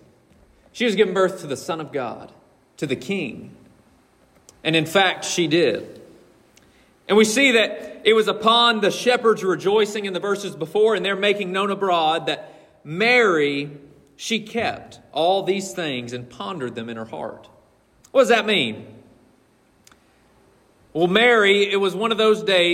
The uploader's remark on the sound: This message was preached from the pulpit of Collins Hill Baptist Church on December 17th, 2023